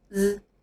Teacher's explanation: 这个音和我们刚刚学的 s 口型是一样的，但是从口腔往外送气的时候，喉咙也要震动发声 z。这个音和我们上节课学的咬舌 z 是不一样的，注意区分一下这两个音。来看几个单词，第一个 zoo，zoo，zoo，这个单词是动物园的意思。第二个单词 zip，zip，zip，这个单词有很多种意思。第一种意思是拉链，就是我们衣服上的拉链。第二种意